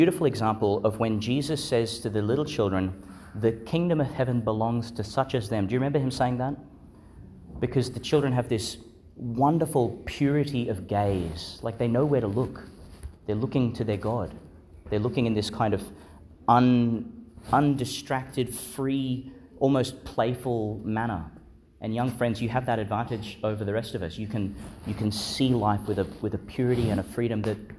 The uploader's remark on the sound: Homily for Sixteenth Sunday in Ordinary Time, delivered in Our Lady Star of the Sea Church, Gladstone, Qld.